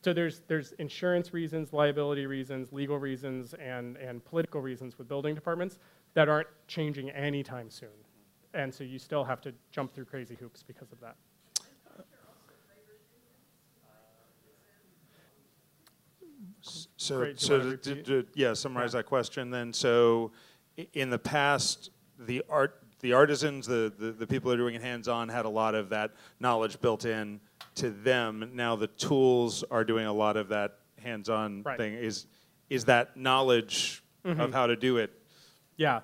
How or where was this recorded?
busy venue